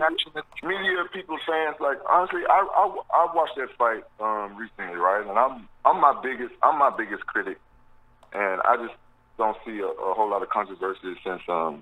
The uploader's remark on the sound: Media Conference Call